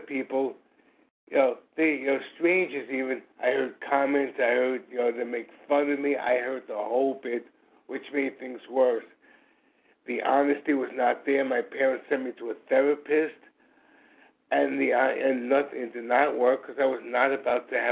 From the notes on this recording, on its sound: from the 100 Pounders Phone Meeting